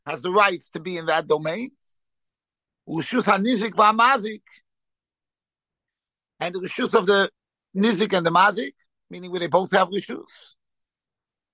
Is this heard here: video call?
yes